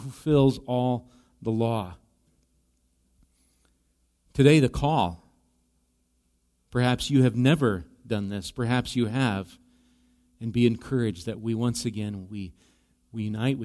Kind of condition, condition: setting, large echoing room